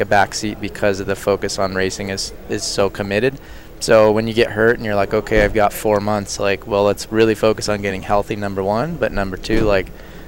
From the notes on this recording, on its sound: out at the US Open in Killington, VT.